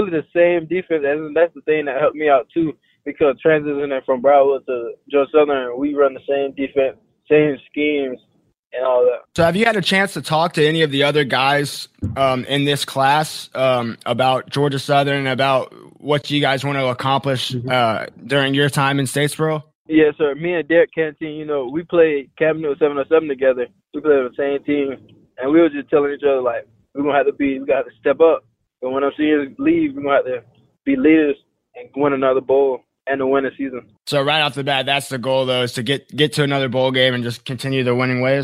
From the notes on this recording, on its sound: joined over the phone